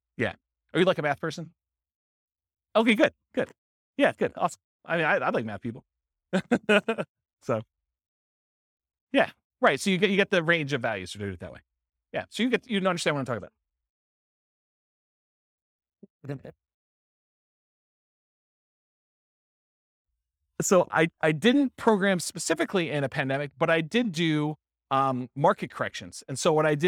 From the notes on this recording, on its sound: This was a live class recorded